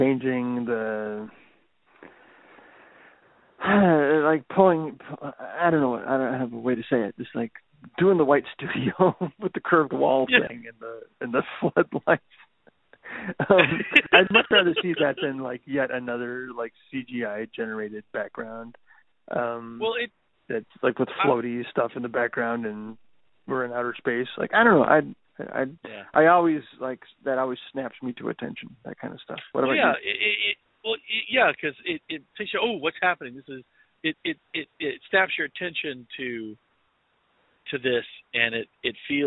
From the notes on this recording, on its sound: They couldn't wait to get to their respective studios, so eavesdrop on this phone call ( phone call!).